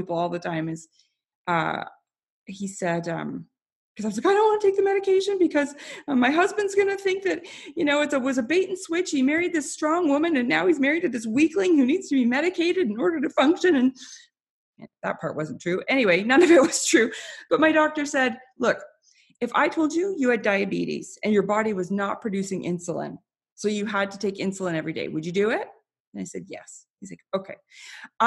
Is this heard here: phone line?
no